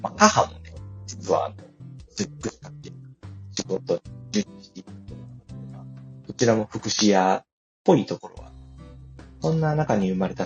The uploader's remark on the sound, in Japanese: 思いつきではありますが初LIVEやってみました。聞き返すと音質超悪い… マイク検討します！Stand.fm。